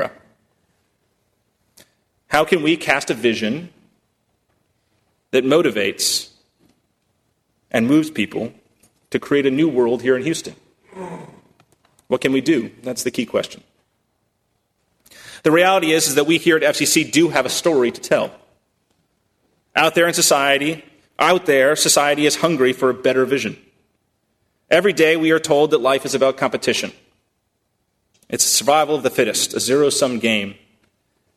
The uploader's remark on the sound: at First Congregational Church of Houston